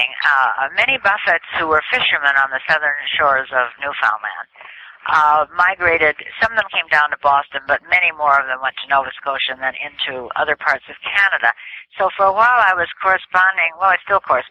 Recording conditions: phone line